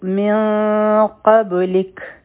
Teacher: مخکې راځي من قبلک، میم او نون به یوځی شي، د په نون باندې سکون دی، مخکې قاف دی، دلته کې به مونږه غټه اخفا کوو نو دا به څنګه کوو من قبلک، یعنی بس کنډ ټایم به ورکو او د نون مخرج به مونږ نه ټچ کوو، بلکې قاف د پاره به مونږ خپله ژبه تیار کړو